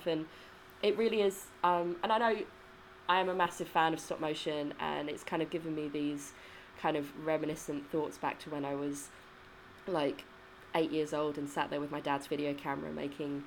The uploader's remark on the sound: Sorry about the background fuzz!